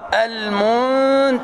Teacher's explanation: الظاء في آخر درجات التفخيم، ولا تقول عن الظاء مرققة فهذا خطأ، وبعض الناس يقرأها شبيهة بالذال فيقول المنتظرين وهذا خطأ، والصواب المنتظرين خلفي المنتظرين.